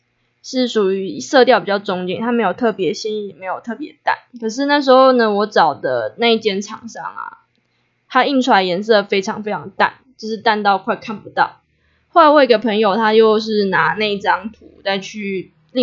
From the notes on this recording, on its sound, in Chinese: 夭壽麥克風收音超爛